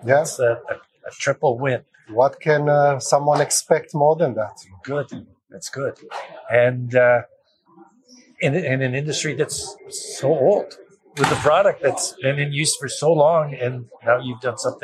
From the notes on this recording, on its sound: our apologies for some of the spotty audio on this week's recording - we did our best within very noisy environments